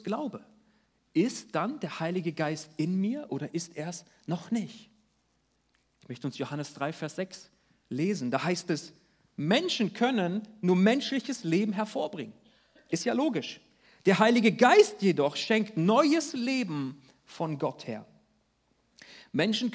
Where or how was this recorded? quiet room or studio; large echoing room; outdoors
large echoing room